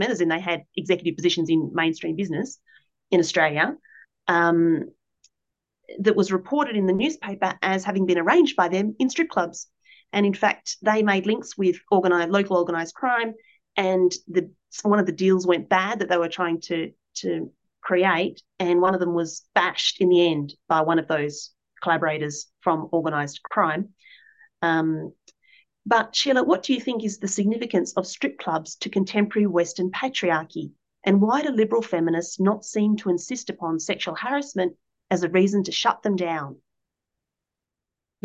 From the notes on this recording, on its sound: A live webinar